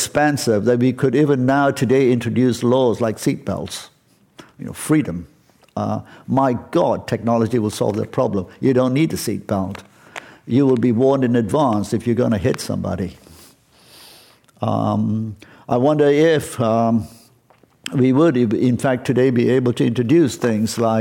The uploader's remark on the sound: This program was recorded in front of a live audience at The Commonwealth Club in San Francisco on March 15th, 2019.